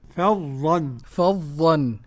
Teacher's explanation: نرقق الفاء ونفخم الظاء ومن مخرجها